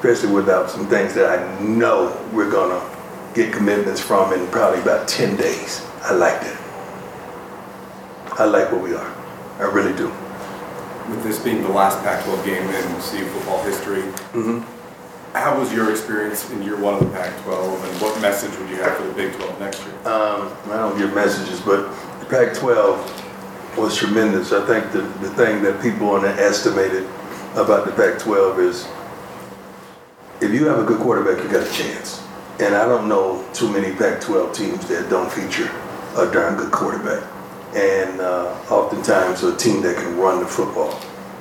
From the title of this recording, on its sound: Post-game press conference